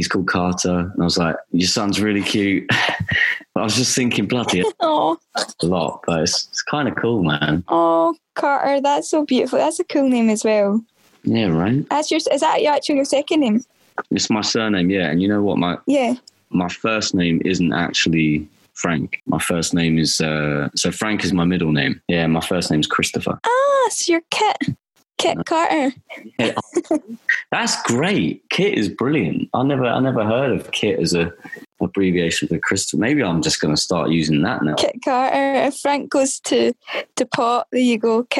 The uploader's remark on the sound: for a long distanced phone call